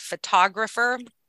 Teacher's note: But it sounds like F because the vowel sound of unstressed syllables is reduced to that schwa. So the only syllable that's really clear in the word photographer is tog. And to a practiced, strong English listening ear, we can pick out that word just because of that stressed syllable.